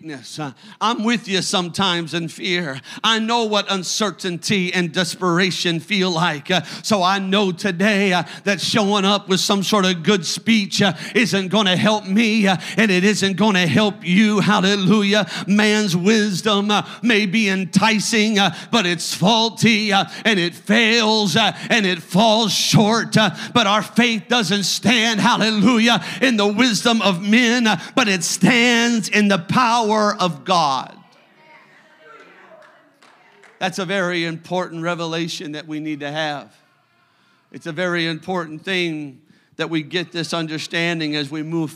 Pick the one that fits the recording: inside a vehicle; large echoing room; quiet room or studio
large echoing room